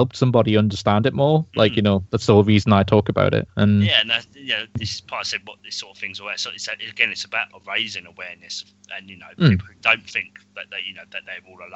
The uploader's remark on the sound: Please note that we had some minor sound difficulties in recording this episode.